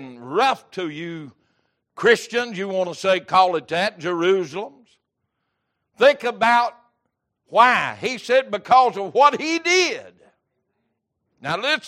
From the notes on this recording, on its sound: Wednesday Evening Service